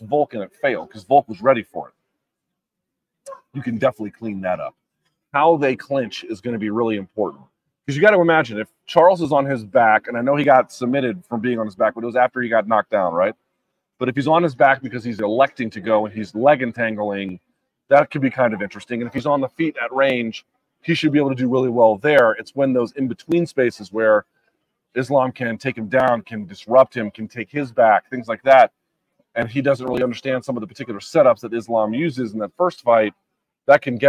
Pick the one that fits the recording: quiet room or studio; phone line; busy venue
busy venue